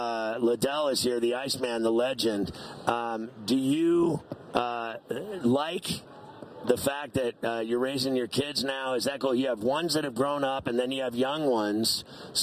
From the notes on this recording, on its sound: Live from Radio Row in Las Vegas as he prepares for Super Bowl LVIII!